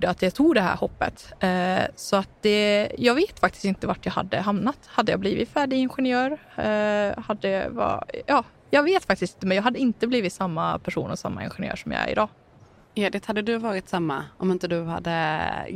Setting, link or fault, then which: setting, busy venue